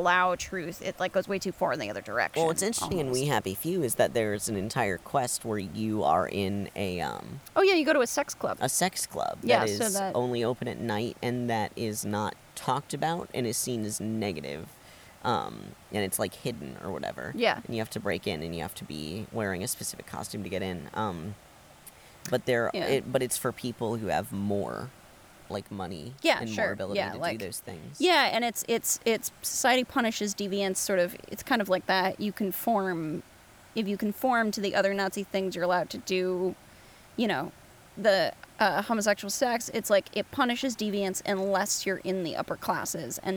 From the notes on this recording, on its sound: are in Canada, recording in the woods!